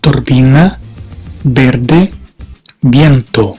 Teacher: La B y la V. Para pronunciarlas, los labios se quedan cerrados, como la B en portugués. Ejemplos: turbina, verde, viento.